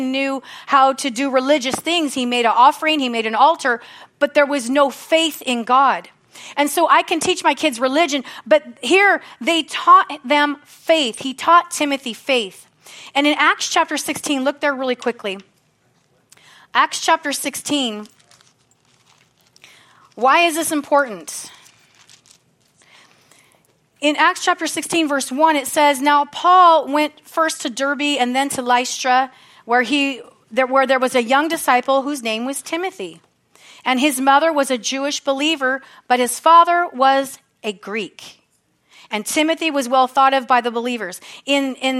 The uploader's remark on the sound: from the Sunday service on May 14, 2023 at Harvest Bible Church in Stockton, CA